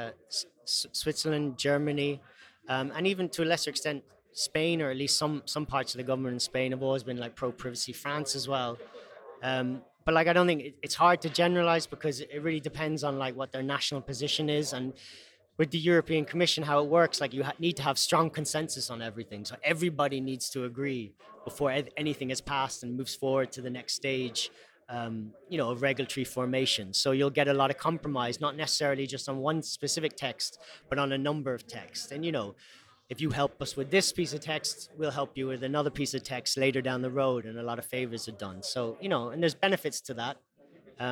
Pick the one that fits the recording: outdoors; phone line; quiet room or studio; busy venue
busy venue